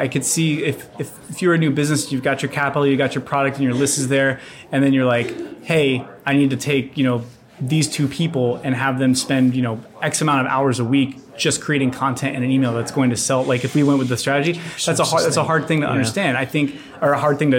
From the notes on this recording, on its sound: This is interview #1 at the Klaviyo:BOS 2019 conference.